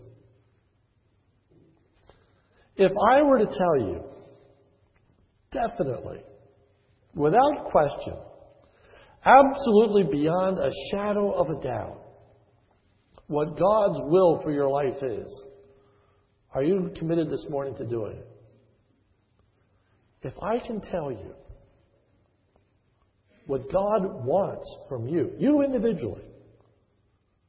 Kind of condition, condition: setting, large echoing room